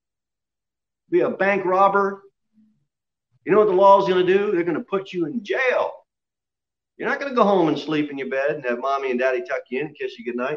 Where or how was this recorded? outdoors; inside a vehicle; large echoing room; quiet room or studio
large echoing room